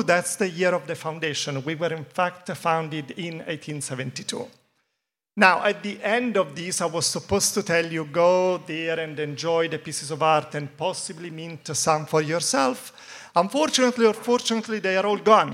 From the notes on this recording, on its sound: panel hosted by Shiseido at Gateway Miami